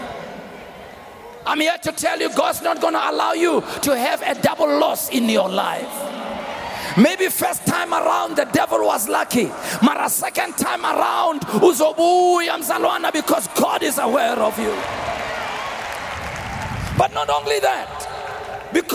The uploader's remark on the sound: Preached on Resurrection Sunday at the Annual Good Friday Celebration held at Orlando Stadium.